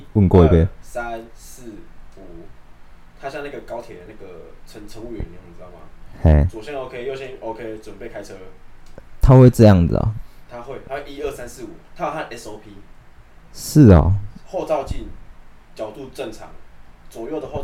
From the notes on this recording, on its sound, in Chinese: 鬼月期間錄音設備沒有乖乖